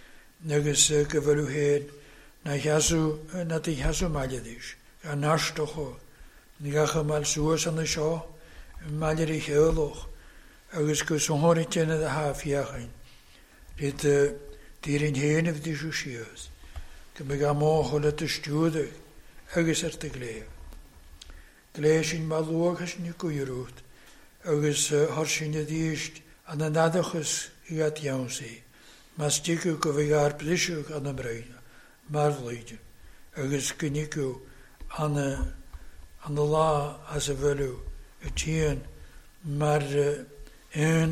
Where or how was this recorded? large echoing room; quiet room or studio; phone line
large echoing room